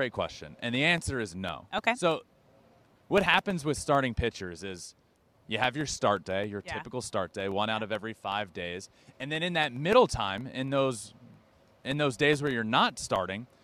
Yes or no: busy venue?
yes